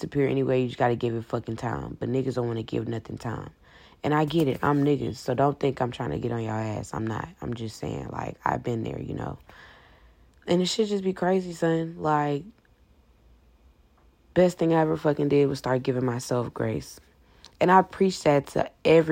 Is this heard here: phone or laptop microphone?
yes